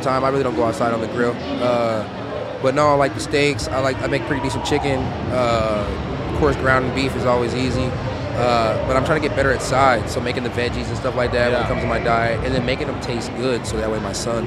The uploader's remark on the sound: LIVE at UFC X